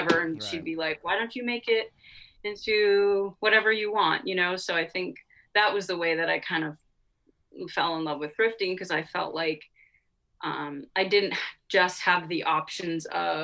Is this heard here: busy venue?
no